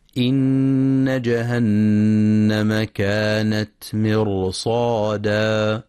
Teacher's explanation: ينتبه القارئ لتفخيم الراء في كلمة مرصادا، حيث إن الراء ساكنة وما قبلها مكسور، ولكن جاء بعدها حرف استعلاء مفتوح وهو الصاد، فالراء هنا مفخمة.